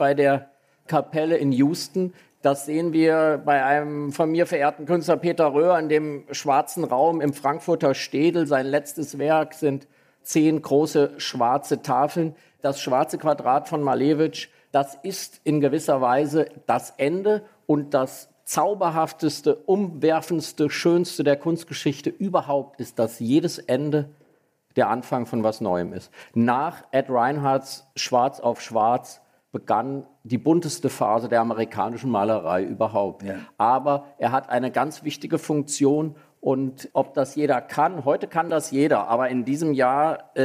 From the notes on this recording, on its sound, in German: Die Folge ist im Museum Barberini in Potsdam entstanden, wo gerade in der Ausstellung "Die Form der Freiheit" vier großformatige Gemälde von Rothko zu bestaunen sind , ist diese Folge von "Augen zu" entstanden – erstmals vor einem Live-Publikum.